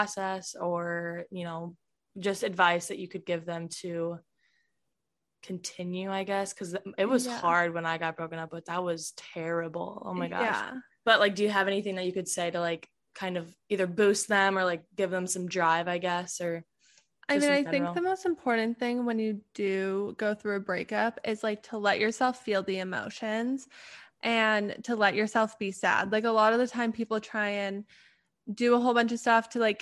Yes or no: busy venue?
no